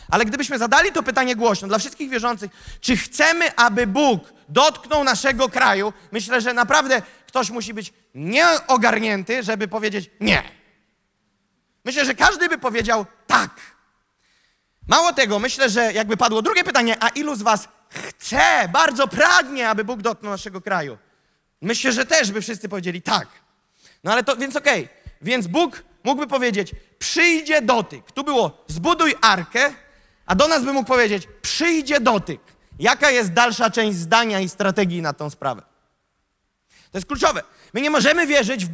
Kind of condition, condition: setting, live audience